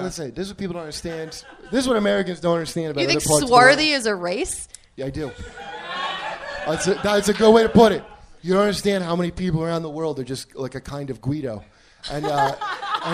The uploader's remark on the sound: LIVE from Skankfest at the Creek and the Cave